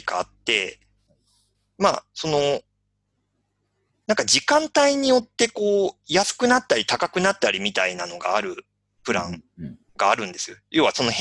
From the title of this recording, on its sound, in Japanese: リモート収録